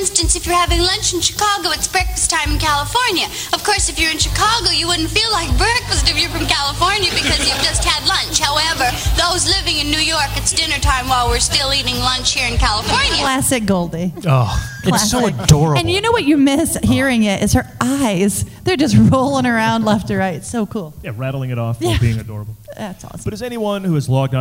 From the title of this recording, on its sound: Live at WhedonCon 2017